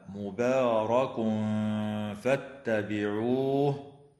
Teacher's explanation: أما التنوين في قوله تعالى: مبارك فاتبعوه، فحكمه الإخفاء الحقيقي مع الغنة مرققة